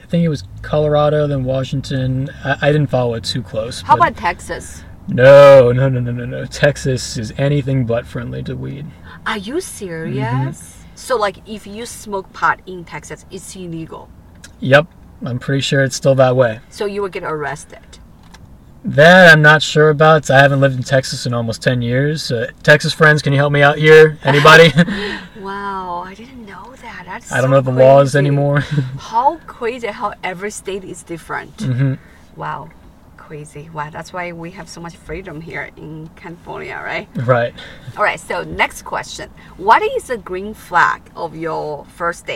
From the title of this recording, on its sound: In The Car